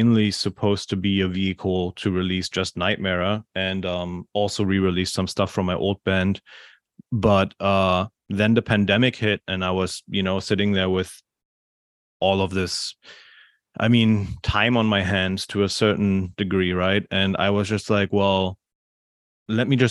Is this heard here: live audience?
no